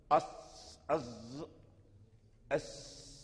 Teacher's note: فلها صفير كصفير الطير، فصوتها يخرج من بين الأسنان، من بين الثنايا العليا، أز أس، فلا بد من الصفير، لا بد أن يعني لمن أراد أن ينطق بالصاد لا بد أن يحرص على صفة الصفير فيه.